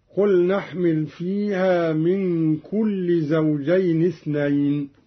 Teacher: بحذف التنوين أي بكسرة واحدة